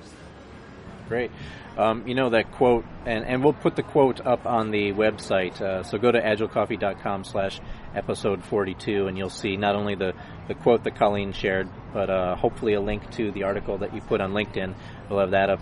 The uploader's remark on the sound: outside a Coffee Bean and Tea Leaf in Irvine